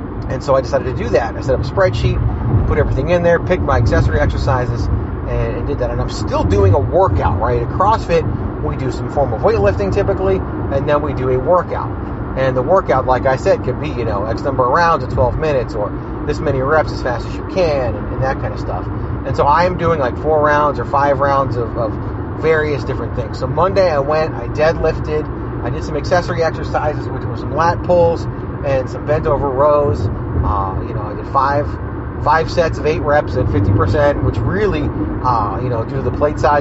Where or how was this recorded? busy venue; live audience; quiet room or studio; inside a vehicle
inside a vehicle